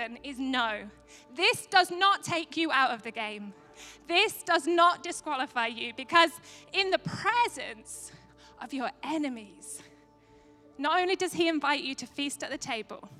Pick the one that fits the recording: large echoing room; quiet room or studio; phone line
large echoing room